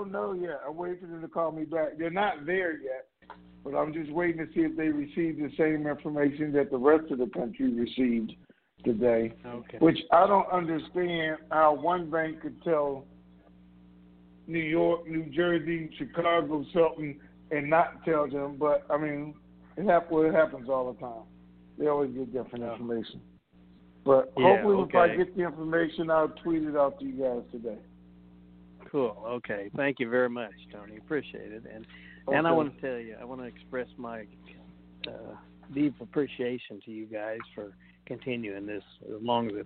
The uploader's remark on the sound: TNTSuperfantastic Conference Call.